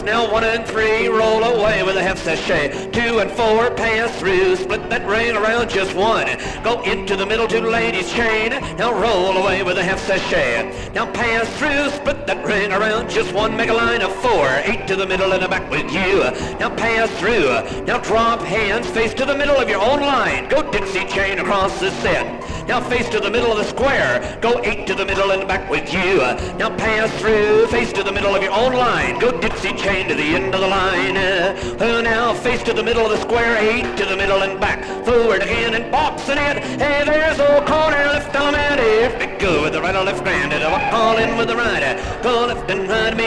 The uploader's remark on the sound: A first for this podcast series, here is track two of an actual dance. A live orchestra. Recorded in Los Angeles, California.